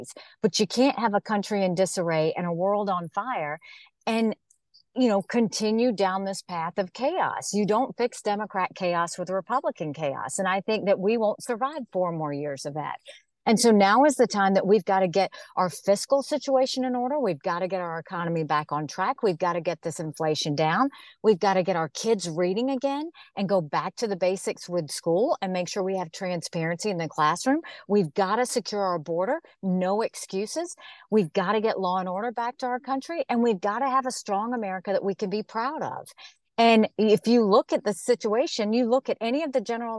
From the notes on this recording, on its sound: From the car as she makes her way between campaign stops in the North Country.